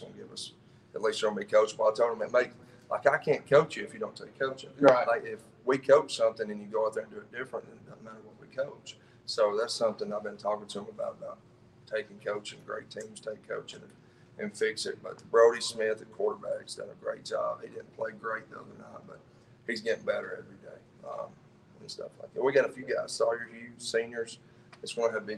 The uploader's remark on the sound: Live from Wingfest 2021 from Sylvania High School